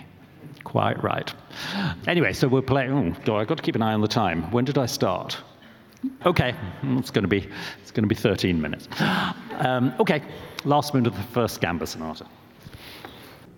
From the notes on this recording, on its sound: This live event. Intelligence Squared brought to the stage two celebrated figures from the world of music.